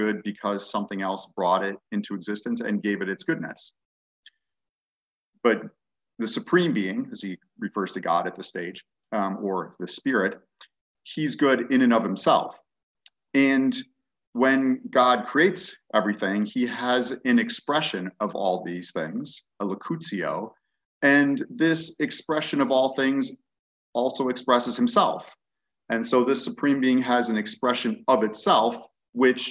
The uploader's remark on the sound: An online webinar